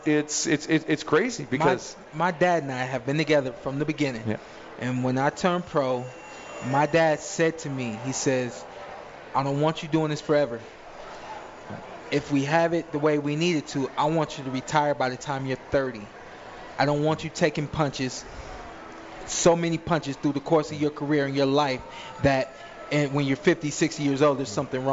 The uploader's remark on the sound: Live from the Cosmopolitan of Las Vegas